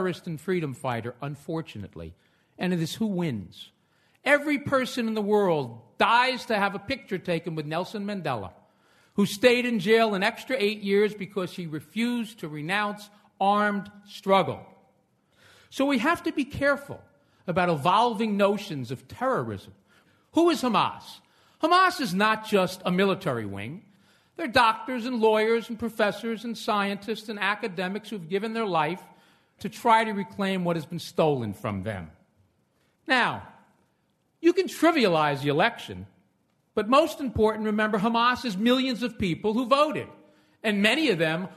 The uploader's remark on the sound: The debate, held in front of a live audience in New York City, lasted well over an hour.